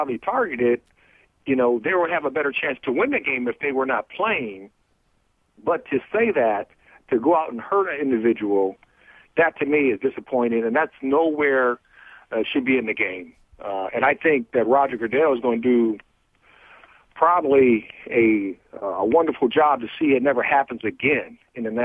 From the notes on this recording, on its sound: Phones in from outside of the Redskins facility. Who phones in to give his insights.